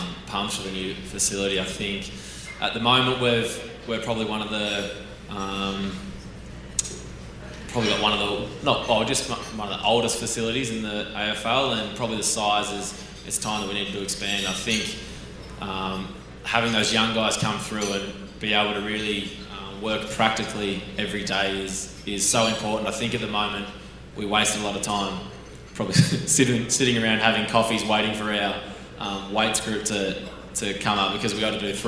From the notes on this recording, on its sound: A special live event.